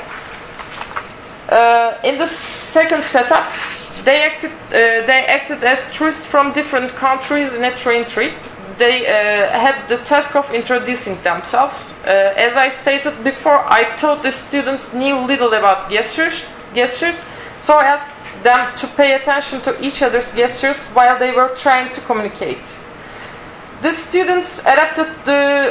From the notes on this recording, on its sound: Audio from the Design Research Thinking Symposium [DTRS 2012] held at Northumbria University